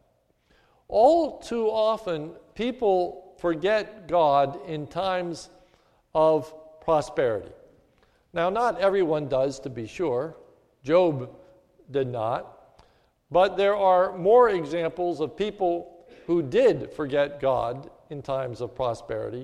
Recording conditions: large echoing room